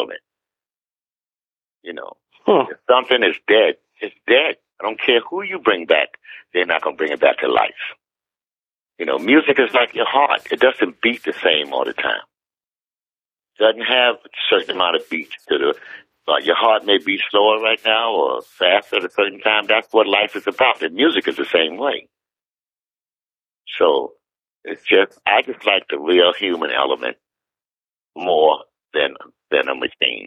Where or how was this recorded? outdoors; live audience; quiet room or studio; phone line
phone line